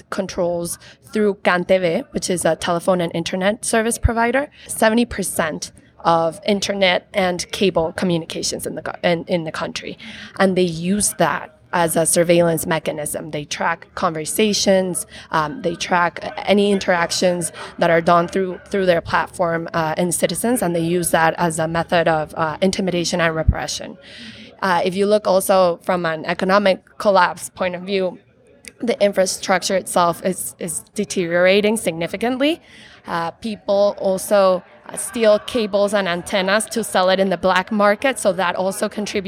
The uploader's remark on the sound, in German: die Aufnahme teilen, die im Dezember 2019, während der Konferenz der Friedrich-Naumann-Stiftung für die Freiheit, Democracy Disrupted: Digitalization and Human Rights entstanden.